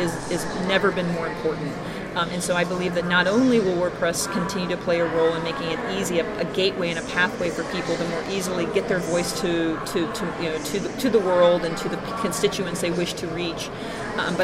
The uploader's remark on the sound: Recorded at the WebSummit, Lisbon, 2016